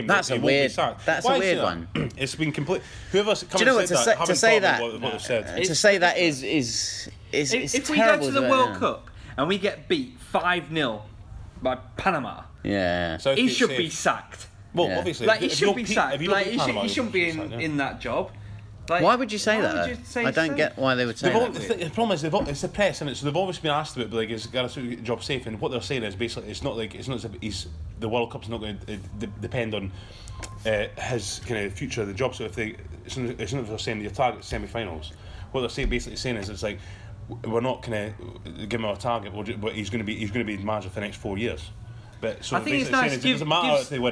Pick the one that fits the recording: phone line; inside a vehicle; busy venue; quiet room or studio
busy venue